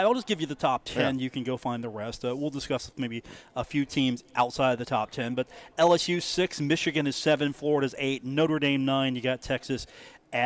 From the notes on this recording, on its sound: from The Union Pub and Grill in Huntington, West Virginia.